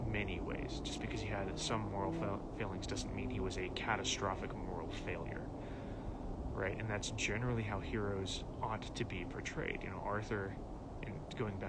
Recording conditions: phone or laptop microphone